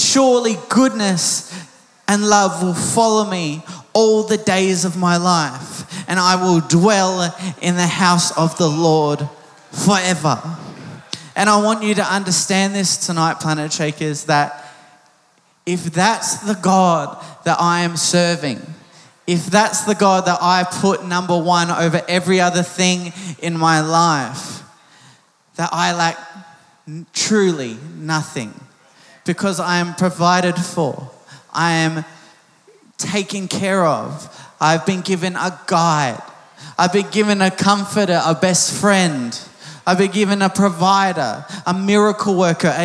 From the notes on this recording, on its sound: Recorded live at Planetshakers Church (Melbourne)